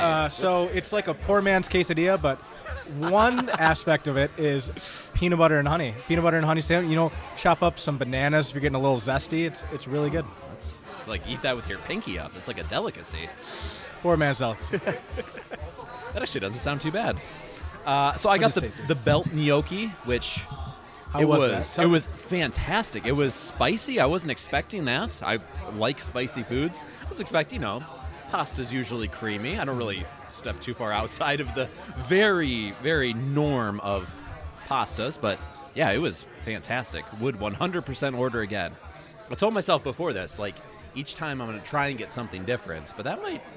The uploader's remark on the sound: live on location at Mootz Pizzeria in the heart of downtown Detroit